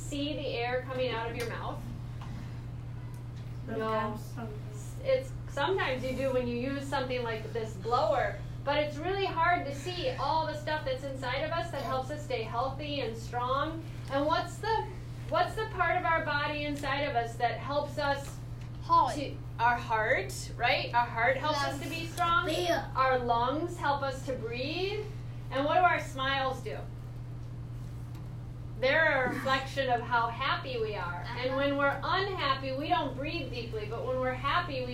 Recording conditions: sounds in the background